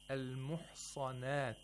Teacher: The sa' is pronounced with tafkhim. It's a seen with tafkhim. You should not try to make a whistling sound by some pronouncing muhsanat.